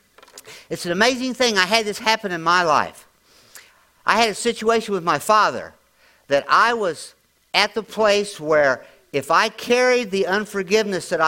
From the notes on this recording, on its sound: latest audio podcast from March 19, 2023 at Grace Church in Chester Illinois.